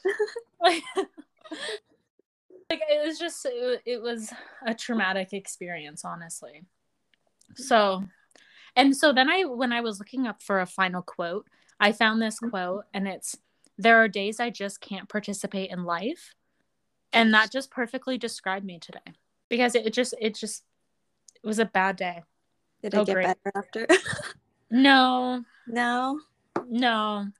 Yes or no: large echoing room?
no